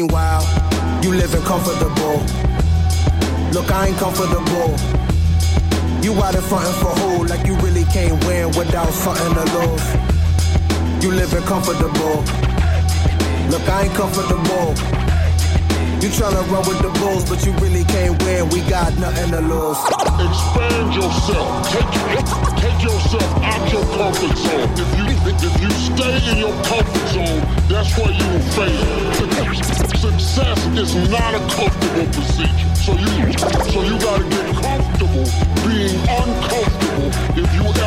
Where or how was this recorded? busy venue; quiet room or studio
busy venue